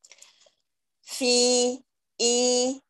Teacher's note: ما شاء الله إتمامك للحركة جدا رائع اعتنائك بالمخرج إلا أنه عندك الغنة بشكل مبالغ فيه يعني حتى أنه الحرف وحركته والياء كلها مخنخنة ومشبعة بغنة